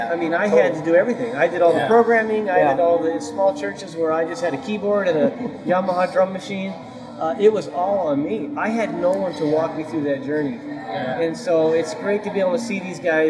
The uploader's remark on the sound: This podcast was recorded over a lunch with two other Worship Pastors.